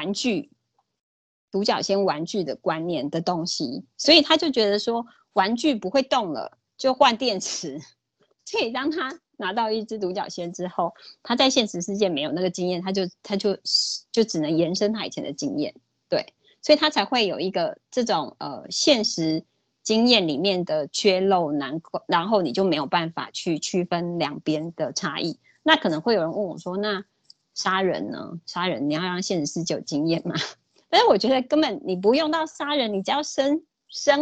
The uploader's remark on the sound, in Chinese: 講座錄音。此為線上課程錄音檔。